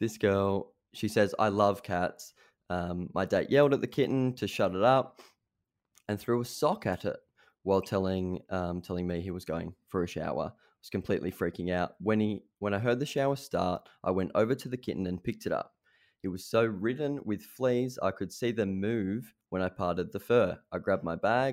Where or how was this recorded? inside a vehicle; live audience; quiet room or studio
quiet room or studio